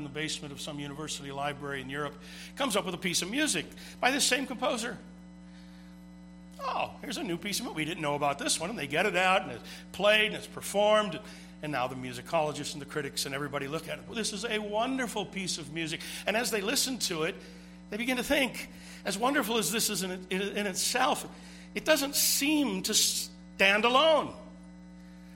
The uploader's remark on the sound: This sermon was preached at Twin Cities Bible Church, St.Paul, MN.